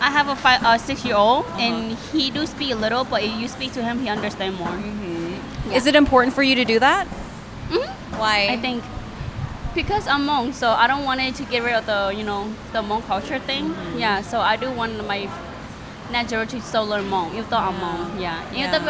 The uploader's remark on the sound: These segments are recorded during peak business hours at the Hmongtown Marketplace in St. Paul, Minnesota, so there is a bit of background noise, but we felt it was an appropriate place to meet and connect with different Hmong folks in our local area.